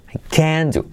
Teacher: realmente no se pronuncia la T, pero se acentúa toda la palabra